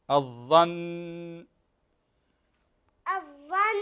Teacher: النون مشددة فنقف عليها ونحافظ على هذا التشديد